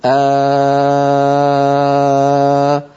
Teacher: لو سأل سائل من أين تخرج الألف، يعني لا نجد مكانا محددا نقول تخرج الألف منه، إلا أن نتكلم عن منشأ الصوت.